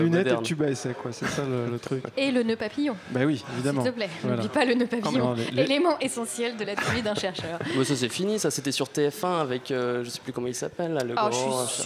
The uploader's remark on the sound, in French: RCP est en direct du pub parisien le Highlander pour une soirée neurosciences. Entre deux bières, des chercheurs nous parlerons de leurs dernières découvertes scientifiques.